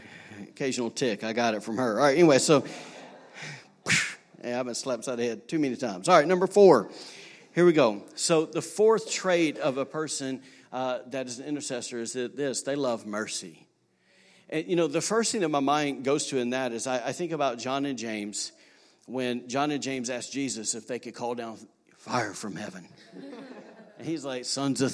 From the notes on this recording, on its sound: recorded on Sunday, April 7, 2019, during service at The Anchor Church in Rockport, Maine